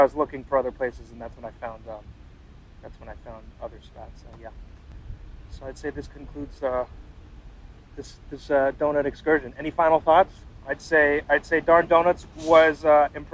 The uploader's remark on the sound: This is a first run of that experience in real-time, with literal munches on doughnuts as well as a lot of background noises happening during this recording. The recording is a little crude, as we decided to do an impromptu recording on our phones sans podcast equipment. Since it was our first test run, technical difficulties ensued during the process, which was caught in the audio.